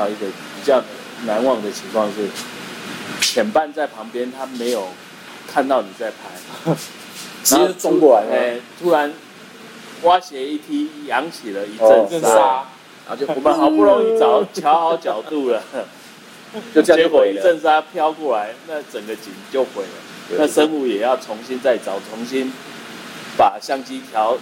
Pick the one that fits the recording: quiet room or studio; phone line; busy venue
busy venue